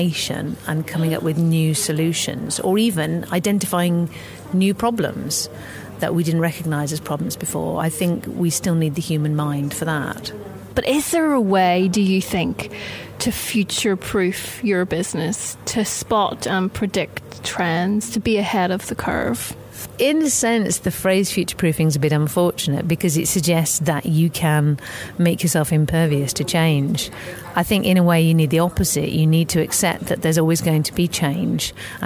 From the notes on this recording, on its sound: We caught up with her at the Women in Business conference in Belfast.